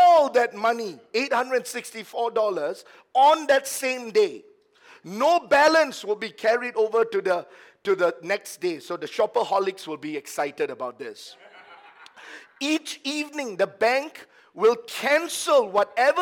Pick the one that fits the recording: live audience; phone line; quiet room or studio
live audience